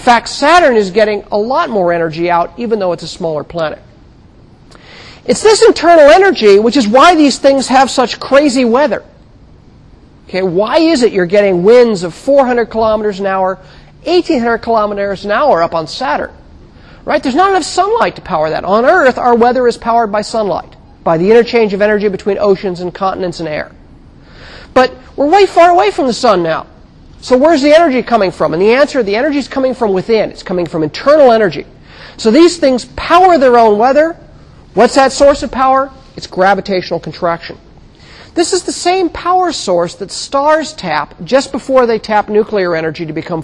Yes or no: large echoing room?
yes